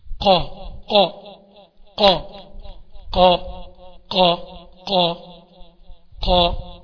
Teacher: بتلاقي أقصى اللسان عندك ارتفع لفوق